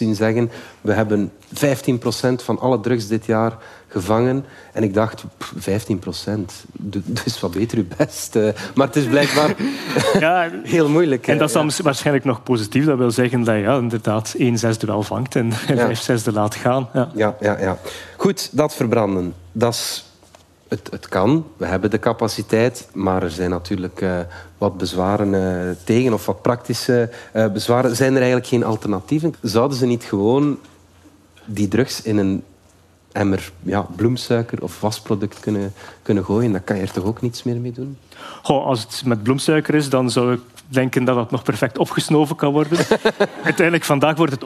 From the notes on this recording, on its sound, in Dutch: Op ons podcastfestival in Oostende vertelden we in een sessie hoe we DS Vandaag maken. Na de 'theoretische uitleg' deden we ook een echte opname.